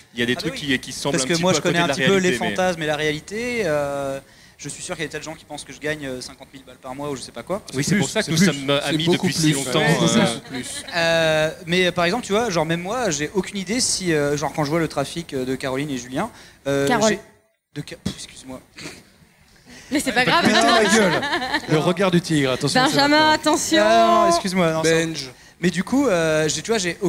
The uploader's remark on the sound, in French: Enregistrement en public de la conférence sur les Youtubers pendant Play Paris By Pax le 21 avril 2018.